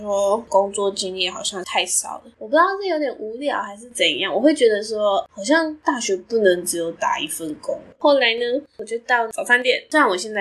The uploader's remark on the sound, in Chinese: 唯一不變的就是收音品質一樣爛。現在，我會在台北實習一年。